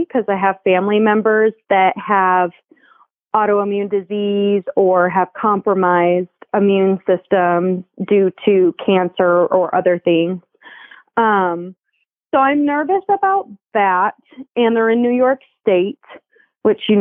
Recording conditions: phone line